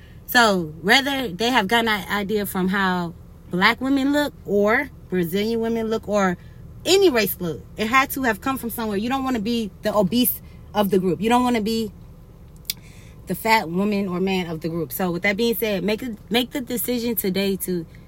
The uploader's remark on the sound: Recorded this in the car. I’m driving in my car today and heard on the radio.